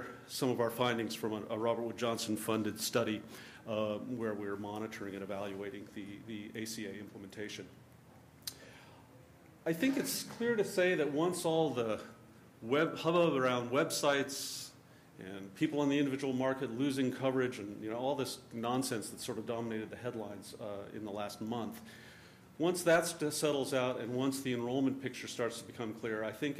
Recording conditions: large echoing room